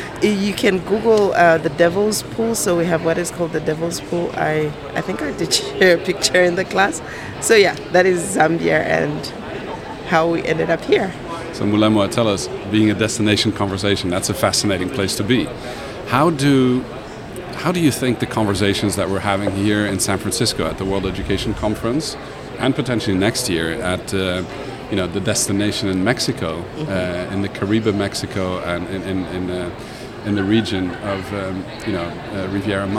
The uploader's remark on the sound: Live from Meeting Professional's World Education Congres 2022 in San Francisco